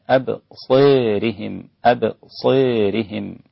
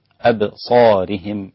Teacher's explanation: ان فيها إمالة للإمام أبو عمرو والدوري عن الكسائي · Shown in: first take · الإمام أبي عمرو والدوري عن الكسائي، لأن الدوري راوي عن أبي عمرو وراوي عن الكسائي أيضا، فله الإمالة هنا وله الإمالة هنا أيضا، مع السوسي لأبي عمرو أيضا له الإمالة، وتصير الإمالة هكذا أبصيرهم أبصيرهم. · فيصير النطق بها إمالة أبصارهم، ويصير النطق بها بالفتح أبصارهم هكذا